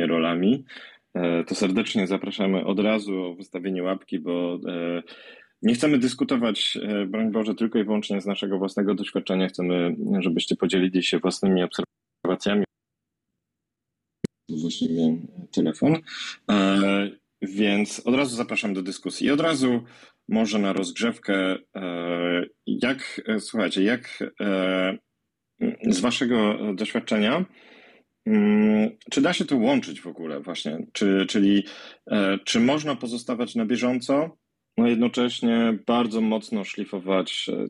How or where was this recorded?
video call